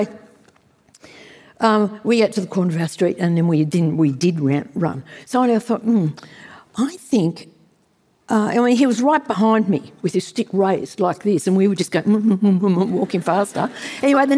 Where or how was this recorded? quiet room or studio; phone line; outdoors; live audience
live audience